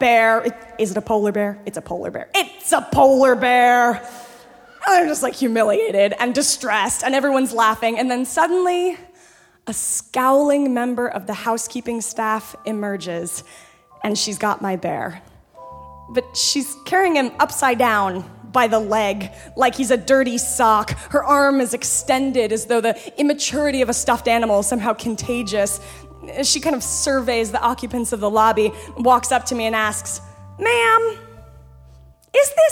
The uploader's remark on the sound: Storytellers as they unveil their darkest secrets before a screaming audience at San Francisco's Brava Theater. Snap Judgment, LIVE!